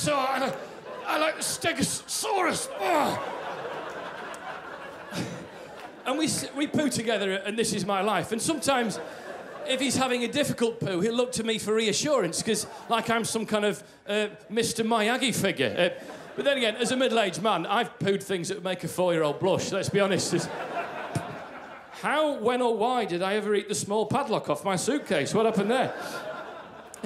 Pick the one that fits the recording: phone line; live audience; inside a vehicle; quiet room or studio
live audience